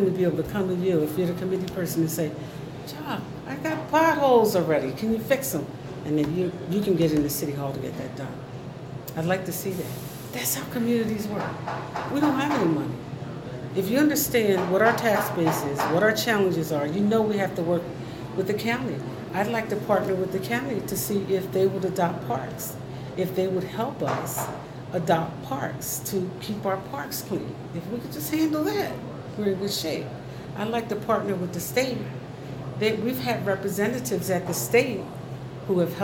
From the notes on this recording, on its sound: Recorded at Starbucks in Trenton NJ.